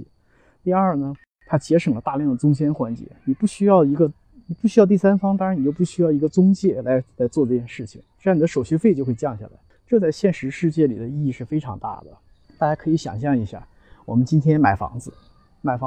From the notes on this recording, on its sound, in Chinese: 在陪两个女儿打网球时录制